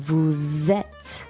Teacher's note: normally the S is silent, but here we pronounce it like a Z because it comes before a word that has a vowel. · Term: liaison